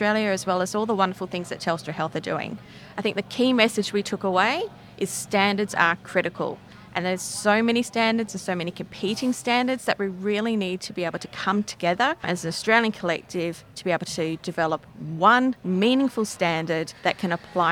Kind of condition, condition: setting, busy venue